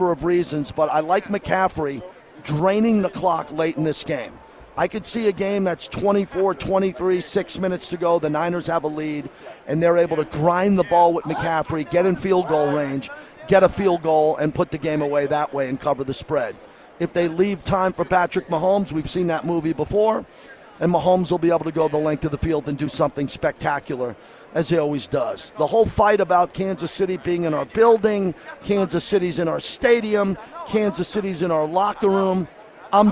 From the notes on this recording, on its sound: LIVE FROM RADIO ROW